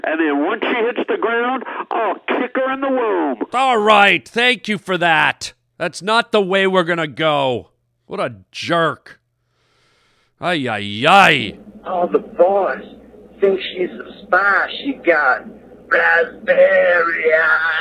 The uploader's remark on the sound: Phone calls from listeners. An angry PILOT calls the show.